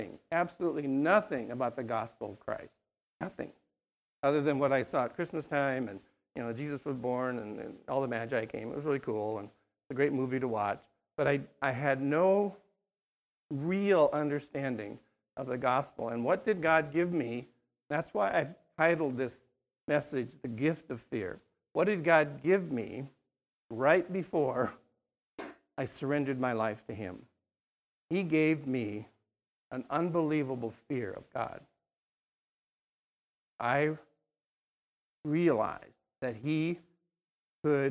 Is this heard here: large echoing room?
yes